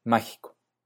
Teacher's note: con la I y la O ensordecidas